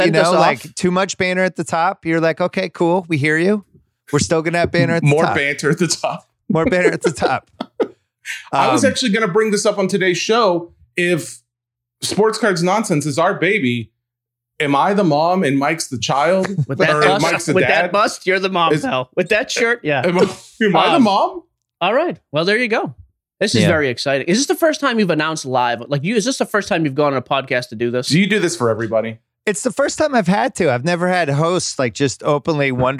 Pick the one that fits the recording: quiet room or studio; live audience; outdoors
quiet room or studio